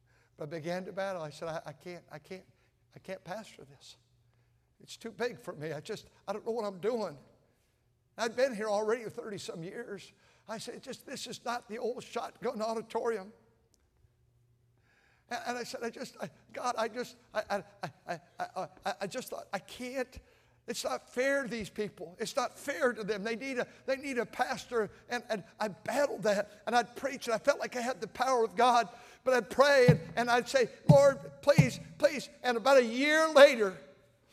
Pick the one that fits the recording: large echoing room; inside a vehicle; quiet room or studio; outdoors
large echoing room